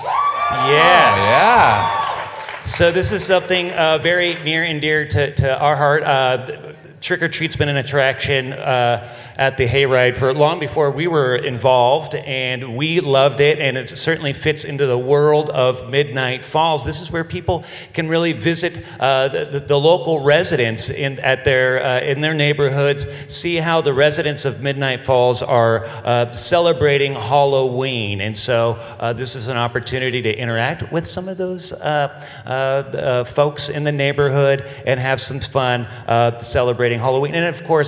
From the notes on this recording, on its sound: Panel presentation recorded live during Midsummer Scream.